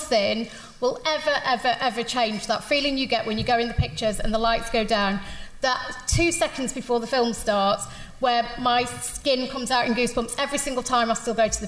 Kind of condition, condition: setting, live audience